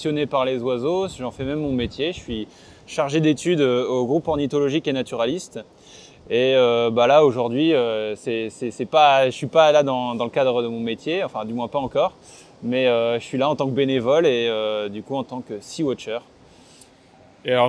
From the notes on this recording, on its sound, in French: Cet épisode a été enregistré le 29 octobre 2023 sur les falaises du Cap Gris Nez, l'un des meilleurs endroits en France pour faire du Seawatch !